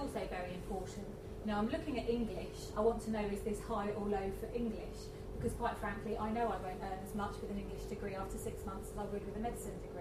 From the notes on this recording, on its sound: A lunchtime lecture